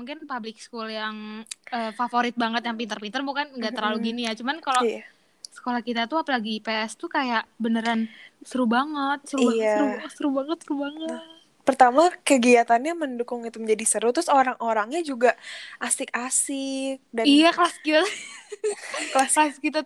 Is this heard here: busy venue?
no